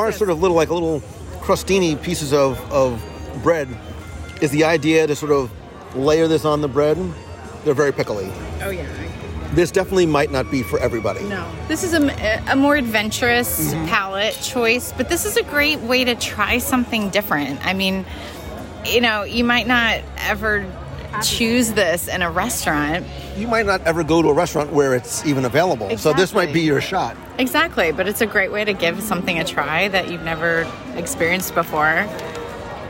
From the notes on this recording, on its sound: Join us in Epcot as we wander the promenade and sample the Best of the Best from the 2021 Taste of Epcot International Festival of the Arts.